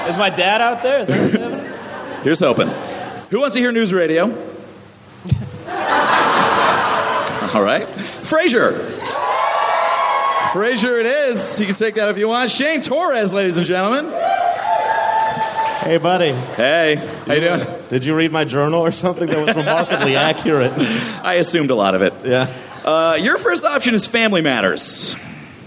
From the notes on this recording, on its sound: Recorded at the Nerdmelt Theater.